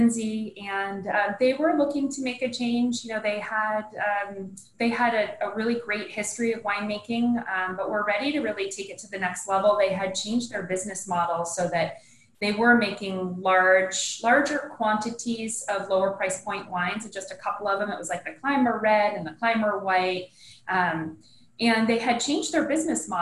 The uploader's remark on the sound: SIP Virtual Wine Tasting.